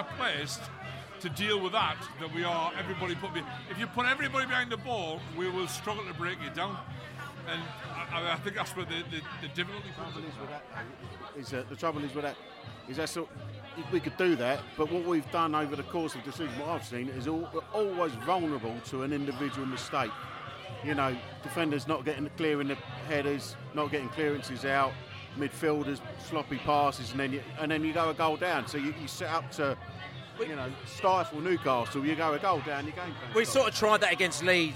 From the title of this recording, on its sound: Newcastle Pre-Match Podcast from the pub